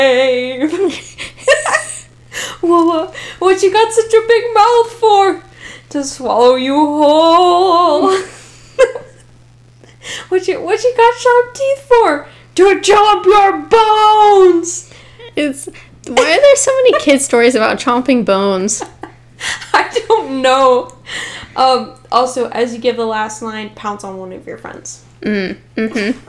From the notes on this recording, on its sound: there's some weird static in this episode